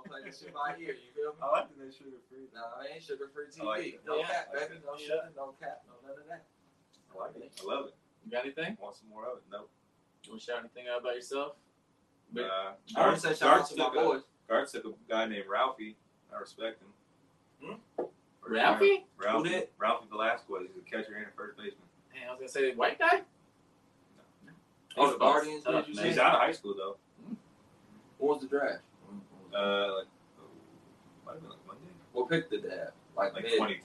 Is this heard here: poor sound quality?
yes